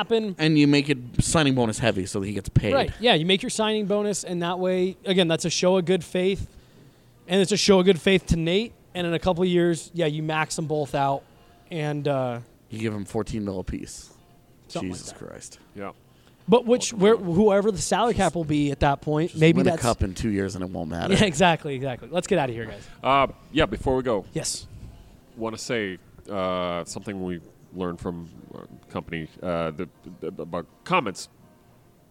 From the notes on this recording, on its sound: The boys are up at Total Beverage in Thornton